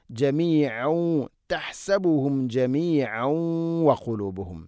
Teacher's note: കൂട്ടി ഓതുമ്പോൾ തൻവീനിനെ വ എന്ന അക്ഷരത്തിലേക്ക് ഇദ്ഗാം ചെയ്യണം, മണിച്ചുകൊണ്ട് ഉച്ചരിക്കണം.